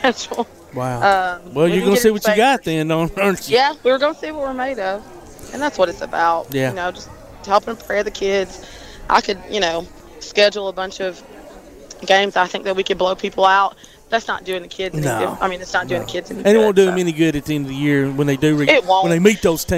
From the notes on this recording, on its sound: Live at 'Hope for Athens' at Swan Creek Park